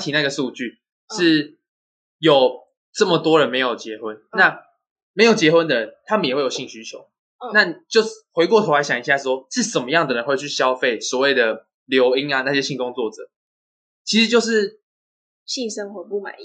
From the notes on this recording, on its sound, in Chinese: 下期品質會提升的(收音品質也會的